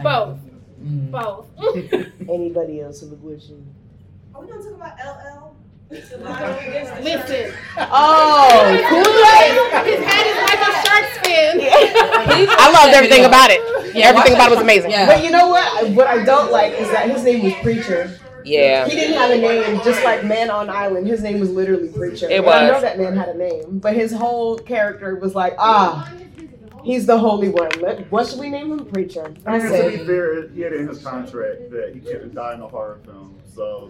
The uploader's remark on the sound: drop our live panel from Blerdcon (07/08/23)